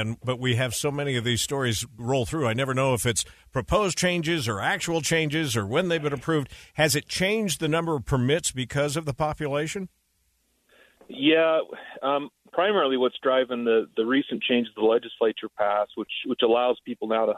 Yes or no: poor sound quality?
no